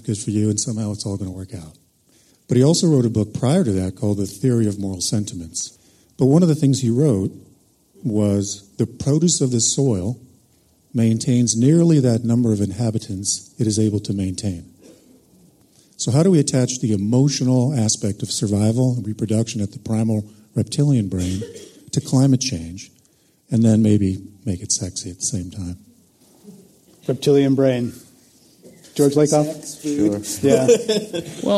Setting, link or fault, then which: setting, live audience